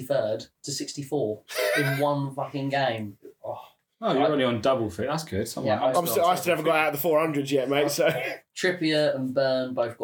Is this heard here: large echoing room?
no